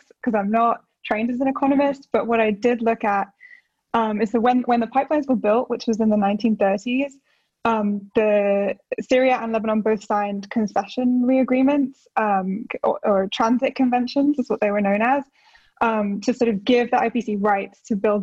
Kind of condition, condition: link, video call